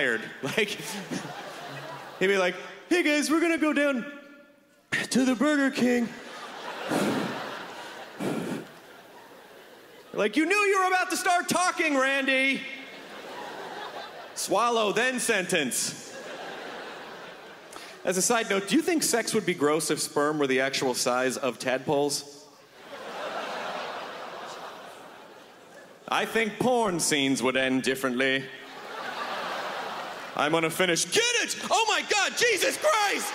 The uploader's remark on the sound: Brings his nerdy self-depricating style to the 2011 Just for Laughs Festival in Montreal.